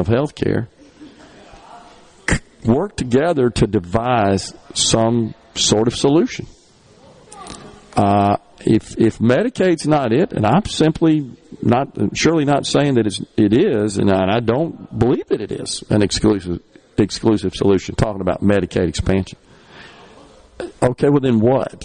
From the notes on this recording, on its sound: MidDays is LIVE from the Mississippi Trademart for MS Construction Education Foundation Skills Competition